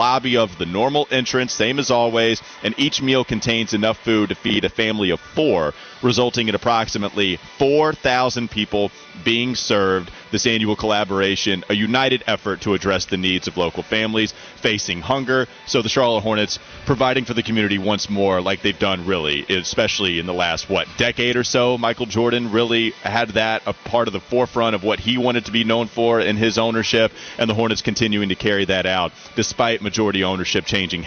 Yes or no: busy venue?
yes